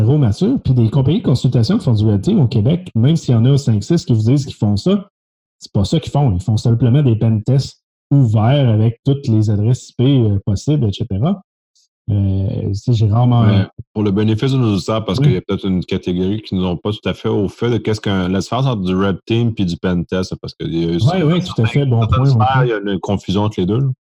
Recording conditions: video call